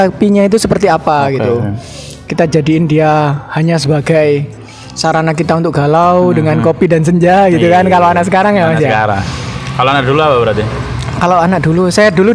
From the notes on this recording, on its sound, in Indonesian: Episode ini kami kembali lagi rekaman di pinggir jalan